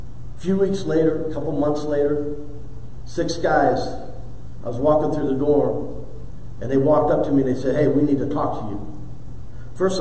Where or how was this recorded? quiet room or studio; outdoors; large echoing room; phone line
large echoing room